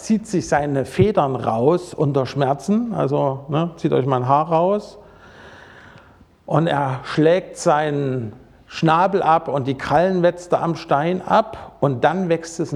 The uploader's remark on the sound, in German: Predigt aus dem Gottesdienst.